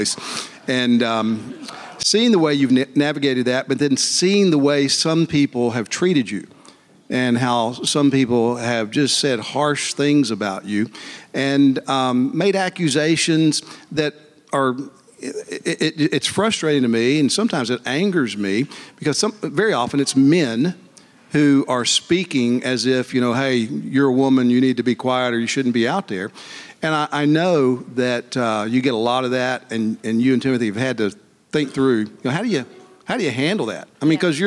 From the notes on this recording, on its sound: LIVE at the 2024 Founders Conference. A LIVE show that was filmed at the 2024 National Founders Conference.